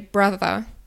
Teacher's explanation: weil im Cockney-Rhyming-Slang spricht man das TH nicht, dann spricht man F.